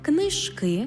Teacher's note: у формі множини мають наголос на закінченні